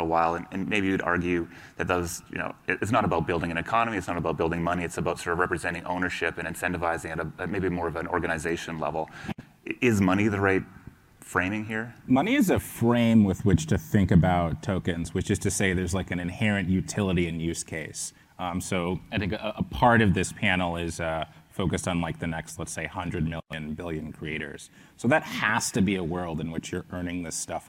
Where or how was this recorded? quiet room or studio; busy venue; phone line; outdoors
busy venue